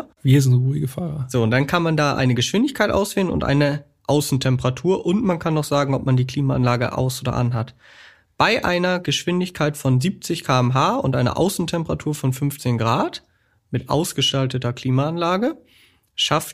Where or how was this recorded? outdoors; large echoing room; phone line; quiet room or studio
quiet room or studio